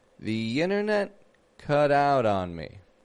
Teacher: Notice the flap T's in there too.